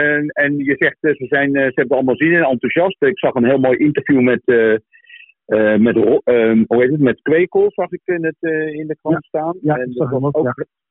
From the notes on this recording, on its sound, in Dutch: Voorafgaand aan de halve finale hebben we een telefonisch interview gehad.